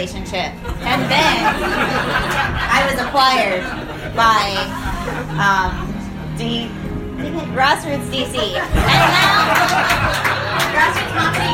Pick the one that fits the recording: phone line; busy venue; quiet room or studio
busy venue